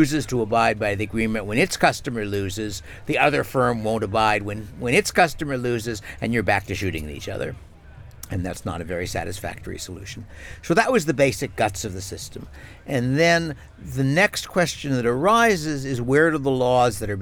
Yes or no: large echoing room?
no